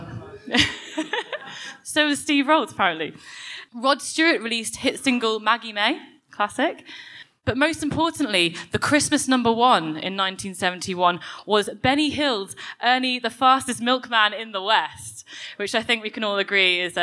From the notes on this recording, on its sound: A podcast recorded live at the book launch of ‚Drug Science and British drug policy’. We’re going to hear panel discussions.